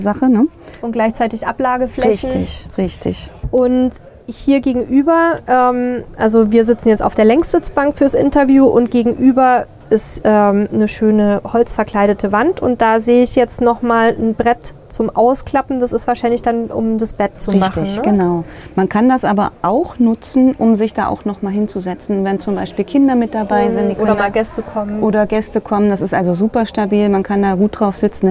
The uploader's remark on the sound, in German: In unserer heutigen "Live"-Folge vom Caravan Salon 2023